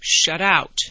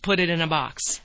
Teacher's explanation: And the next word starts with a vowel. So we run them together and they sound like one word.